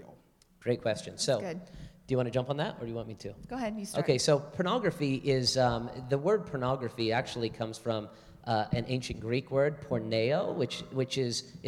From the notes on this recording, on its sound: Live Q&A from the audience. From the Hillside Gathering.